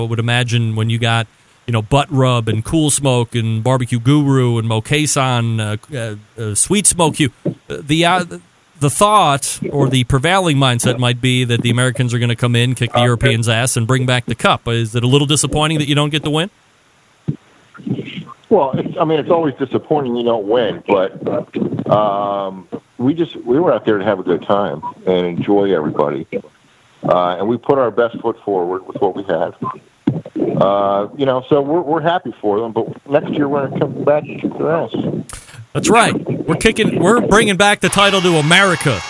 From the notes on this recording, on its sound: calling in live from Australia